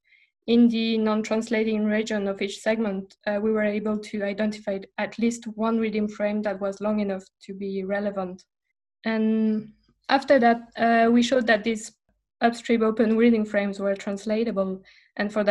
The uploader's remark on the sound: In this episode of the review recorded via zoom.